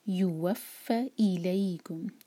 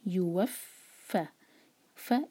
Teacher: یو ایک حرکہ واؤ کے لیے ہمارے ہوٹ گول اور فا کو اسٹرانگ کر کے پڑھیں گے. واؤ کو فا سے جوڑیں گے.